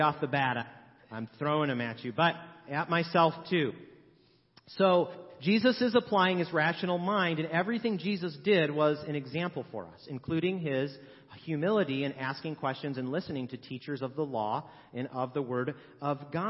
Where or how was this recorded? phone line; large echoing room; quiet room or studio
large echoing room